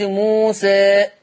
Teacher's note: ده اسمه تقليل بميل بالألف شوية